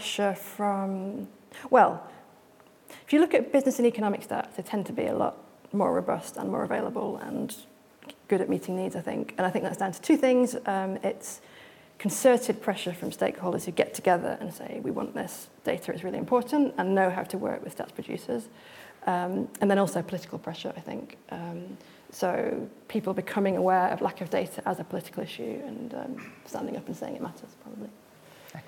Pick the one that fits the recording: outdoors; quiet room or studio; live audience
live audience